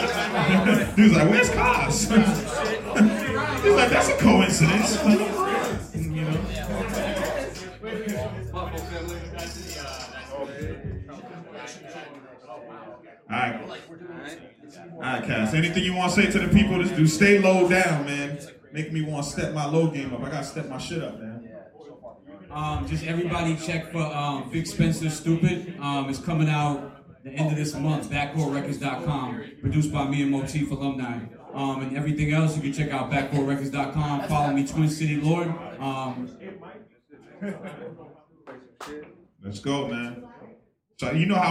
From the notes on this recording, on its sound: Beat Club Podcast Live: Allston, MA (Dec 2018). We had an opportunity to take a trip to Allston, MA where we got a chance to hear some amazing producers and battles.